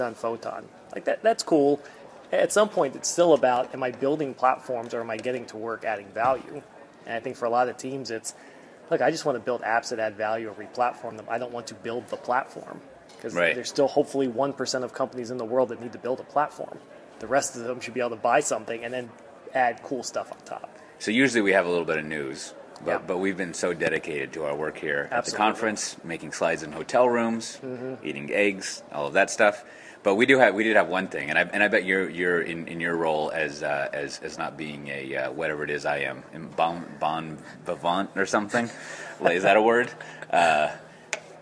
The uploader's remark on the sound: Live to Tape from DellEMCWorld